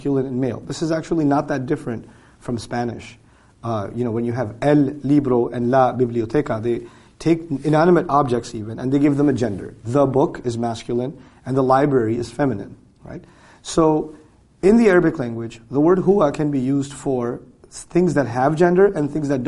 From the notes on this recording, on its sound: during a live lecture on the 2015 Gulf Tour